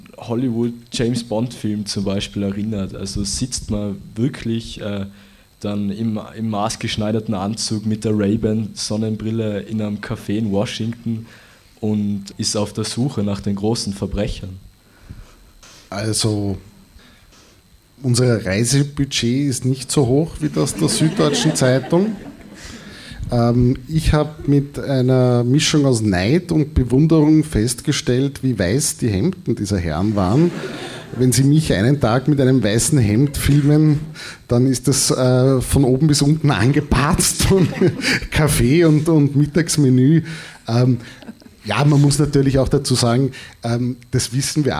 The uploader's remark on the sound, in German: Danach findet ein Gespräch mit den beiden Investigativjournalisten aus dem Film statt. Aufnahme: Leo-Kino.